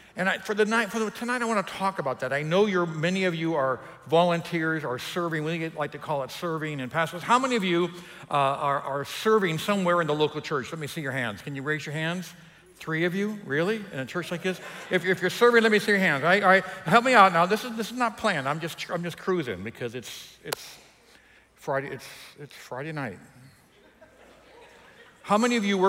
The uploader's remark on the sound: EQUIP Conference 2021 — Main Session 2